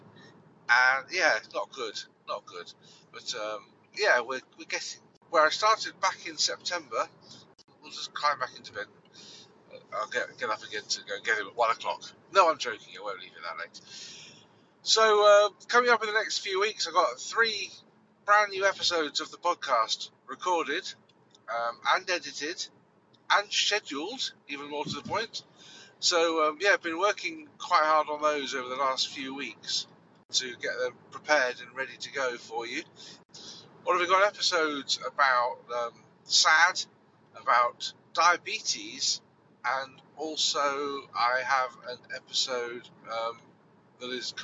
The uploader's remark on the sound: I recorded this early on Sunday morning, whilst driving. I recorded this on an iPhone 7 using Ferrite. I uploaded the audio to Anchor and then did some editing direct on the Anchor app.